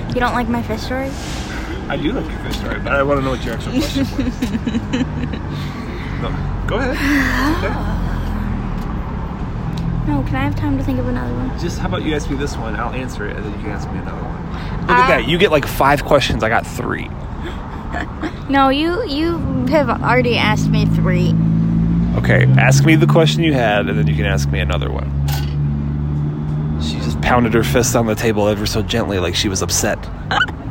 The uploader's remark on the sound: This time sitting outside of The Crepe Company in downtown Flint.